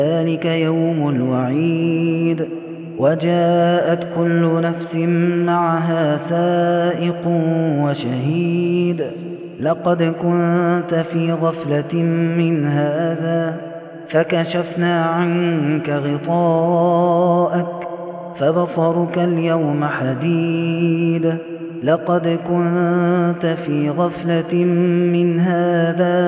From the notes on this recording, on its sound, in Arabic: هذا التسجيل من صلاة التراويح